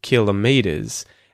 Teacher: the secondary stress would be on the first syllable, kilometers. And the primary stress would be on the third one, meters.